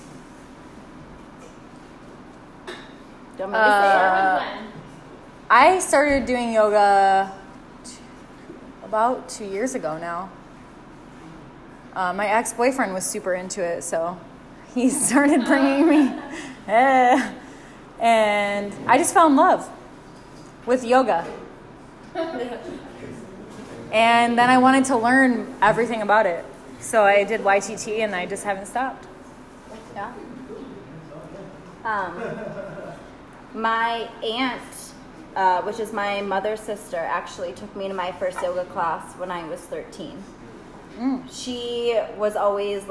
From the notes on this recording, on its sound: A live recording from our Lunch Party! Our guests wrote us anonymous questions that we answered on the spot.